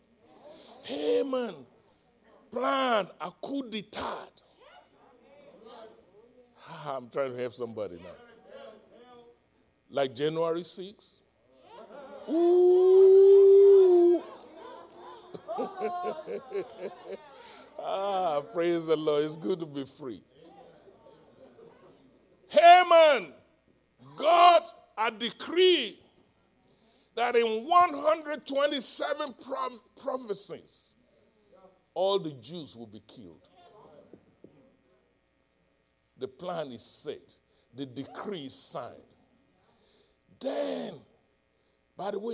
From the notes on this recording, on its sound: live-recording